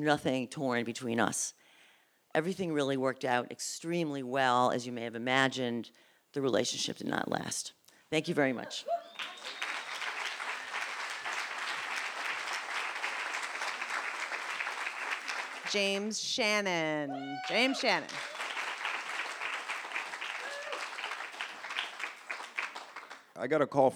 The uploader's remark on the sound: These stories were recorded in front of a live audience on August 20th, 2019 at Payomet Performing Arts Center in Truro, Massachusetts.